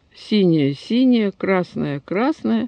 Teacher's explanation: эти окончания, эти флексии синее-синее, красное-красное, фонетически не различаются